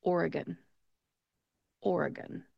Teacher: The E in the middle of the word is a schwa type vowel sound because it is the unemphasized syllable. So when you pronounce that, make sure to take that E and turn it into a schwa sound.